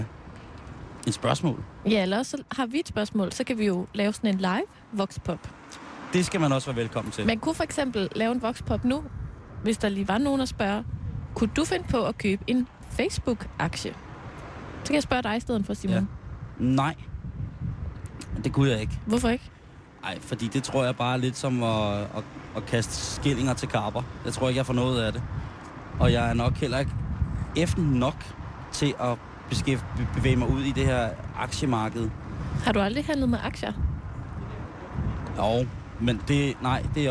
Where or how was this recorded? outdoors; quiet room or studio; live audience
outdoors